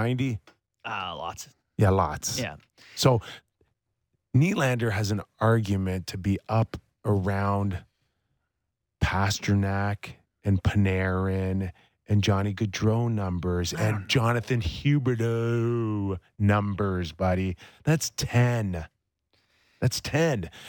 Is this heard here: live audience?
no